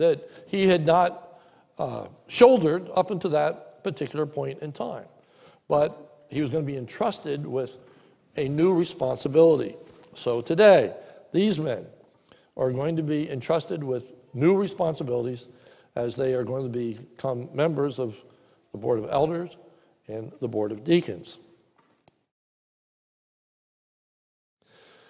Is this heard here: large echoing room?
yes